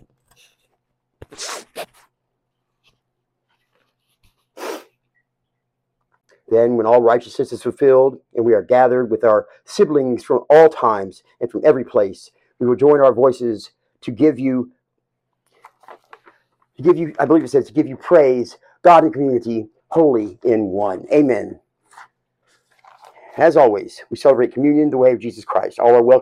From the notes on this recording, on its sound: full service recording